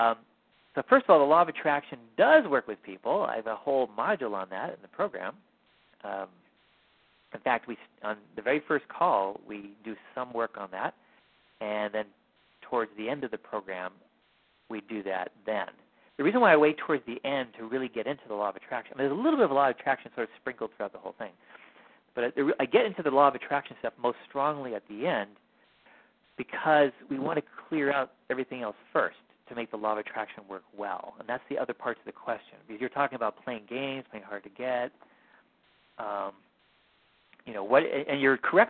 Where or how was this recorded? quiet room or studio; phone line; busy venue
phone line